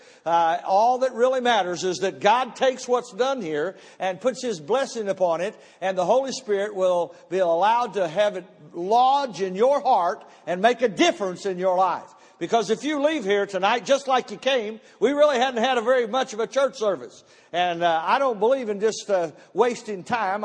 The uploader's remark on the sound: Missions Conference Service 01 - Audio.